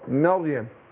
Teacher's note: رقق الميم واروح داخل على تفخيم الراء